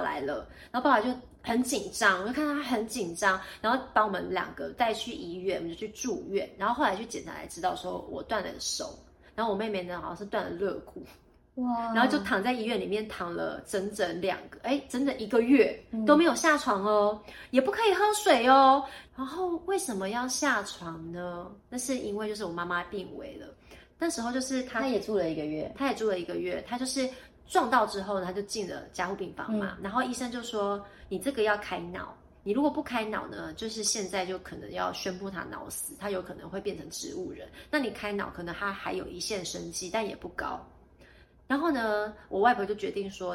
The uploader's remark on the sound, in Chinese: 本集不是在錄音室錄製，有點空間感